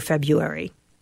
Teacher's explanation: The emphasis is on the first syllable. Some people might also add a slight W sound after the U